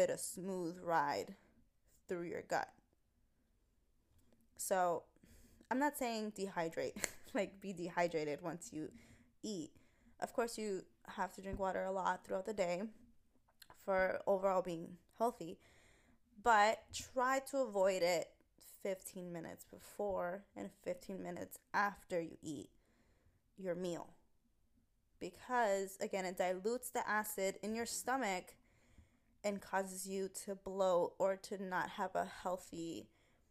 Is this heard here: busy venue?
no